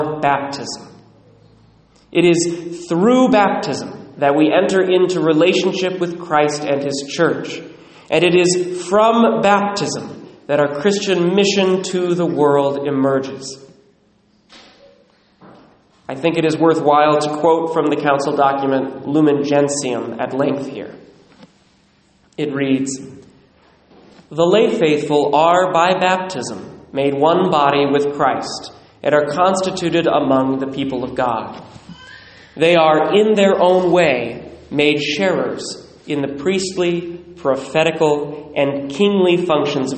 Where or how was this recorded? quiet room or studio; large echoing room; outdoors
large echoing room